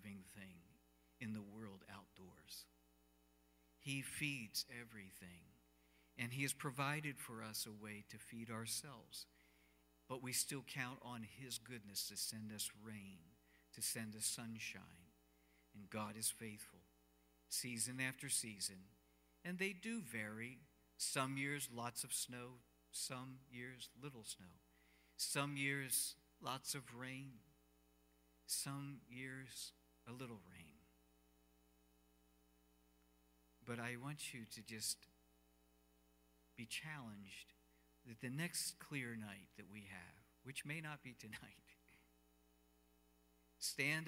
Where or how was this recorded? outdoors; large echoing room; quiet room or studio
large echoing room